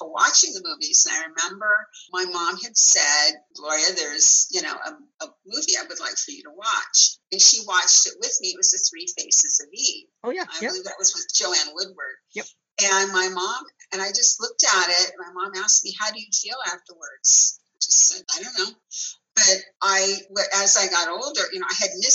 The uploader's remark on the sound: zoom interview